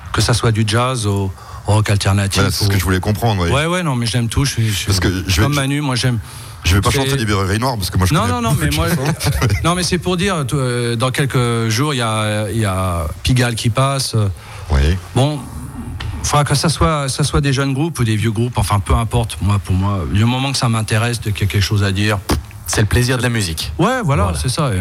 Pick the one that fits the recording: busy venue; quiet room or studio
busy venue